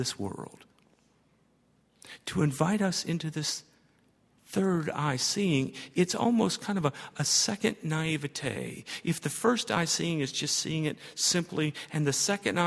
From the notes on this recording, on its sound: at Highland Baptist Church.